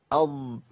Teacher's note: اقصى لسان اخر لسان بيرتفع الى اعلى عند نطق بالضاد · Term: استعلاء